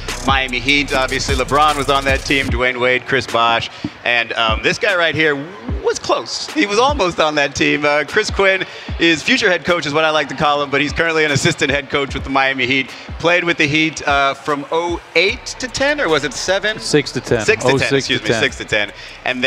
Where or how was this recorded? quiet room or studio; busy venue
busy venue